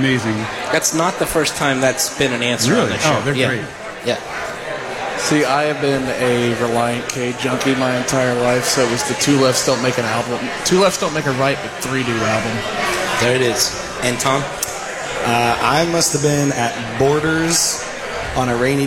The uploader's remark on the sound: We are LIVE from The Beer Hall at Boulevard Brewery. We are LIVE from The Beer Hall at Boulevard Brewery and you’re invited to come out and be part of the broadcast.